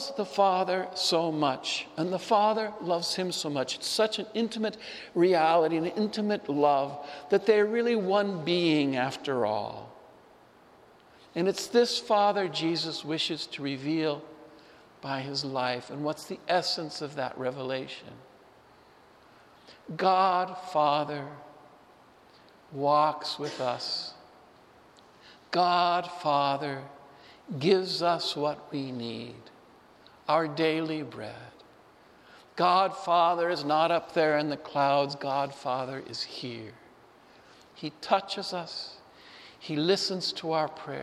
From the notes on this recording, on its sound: Homily delivered at Saint Francis Assisi Church, Spokane.